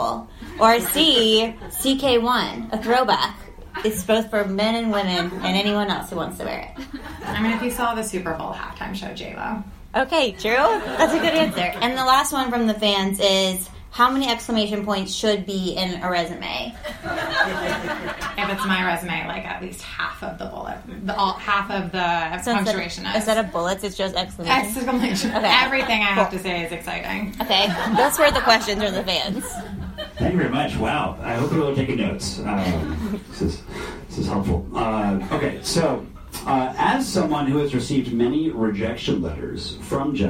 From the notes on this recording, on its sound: LIVE: StreetWise Partners at Kramer's Books. It is live!